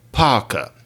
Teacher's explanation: mainstream New York English, you tended to leave the R's off at the end of syllables · Term: R-less